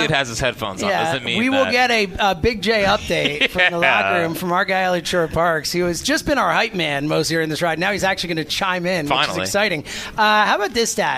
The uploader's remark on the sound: live from Citizens Bank Park